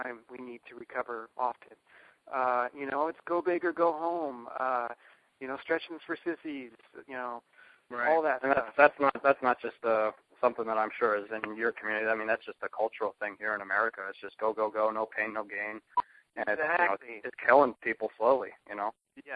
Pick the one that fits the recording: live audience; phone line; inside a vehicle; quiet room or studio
phone line